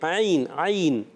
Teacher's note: حلق کے درمیان والے حصے سے